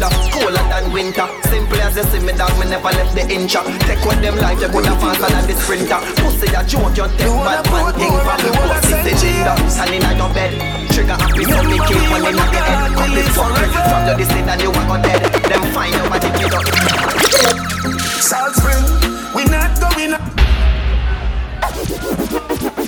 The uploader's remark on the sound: Fayah Sundays Live Audio